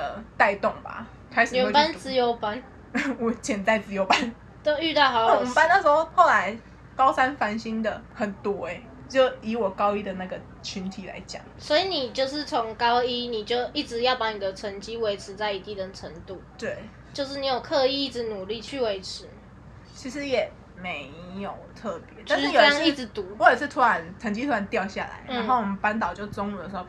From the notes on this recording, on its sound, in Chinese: 錄音當天樓下就有兩隻小朋友所以背景會有一些小孩的聲音。